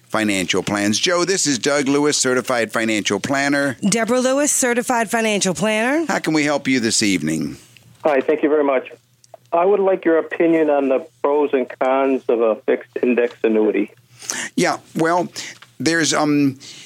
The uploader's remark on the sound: Financial planning call-in show.